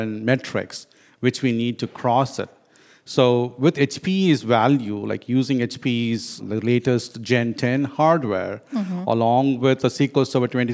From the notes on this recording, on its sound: live from HPE Discover 2017 in Madrid